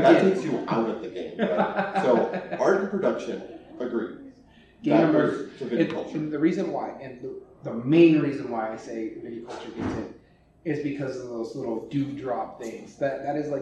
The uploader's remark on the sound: Live at YumaCon. Live recordings.